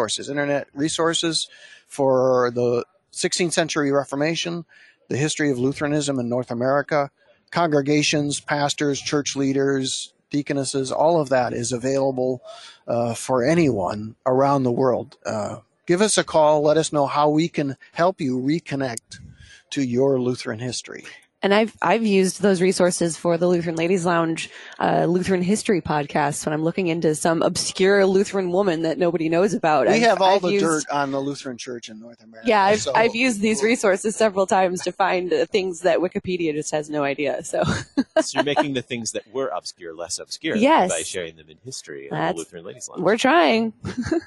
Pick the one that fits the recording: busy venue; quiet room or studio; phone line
busy venue